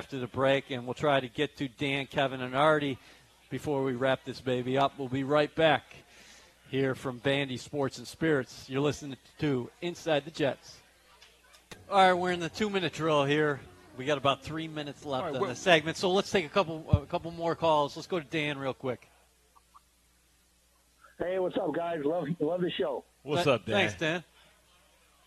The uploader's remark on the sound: Live from Vanderbilt's in Florham Park, NJ